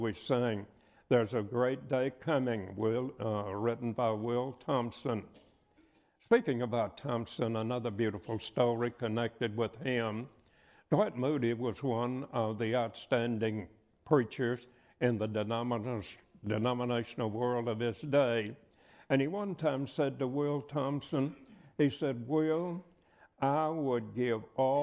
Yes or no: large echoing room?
yes